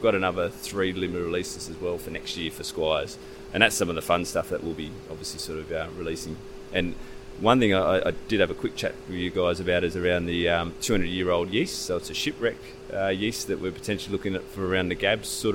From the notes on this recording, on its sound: This interview was recording at Sydney's Malt Shovel Brewery. Thank you to the team for hosting us and some of our Sydney listeners.